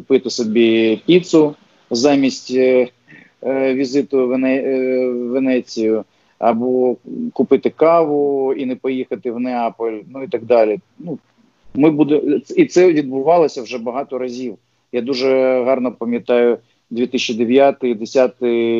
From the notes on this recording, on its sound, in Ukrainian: з допомогою skype